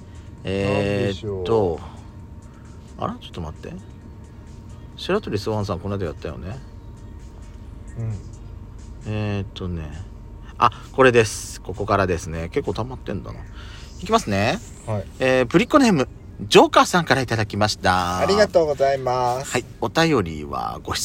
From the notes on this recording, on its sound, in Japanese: パーキング収録